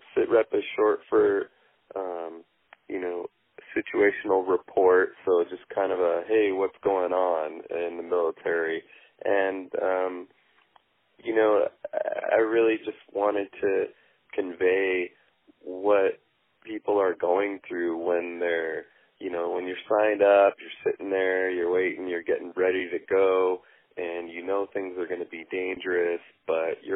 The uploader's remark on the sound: On the phone